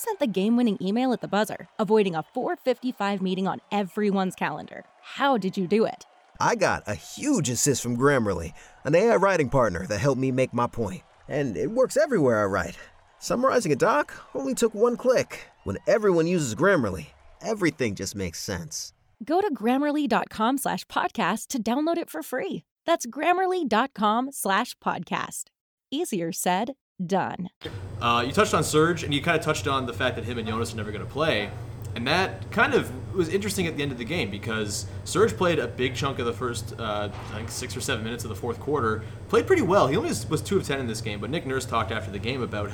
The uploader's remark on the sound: Live! From the Home Opener